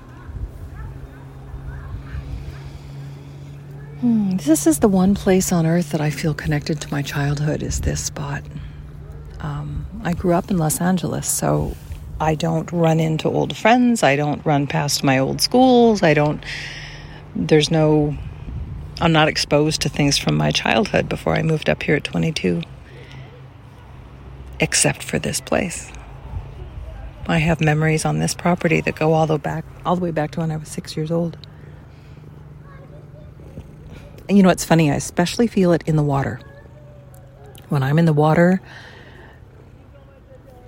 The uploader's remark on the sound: Rather than the usual sound editing to minimize background noise, I left it all in.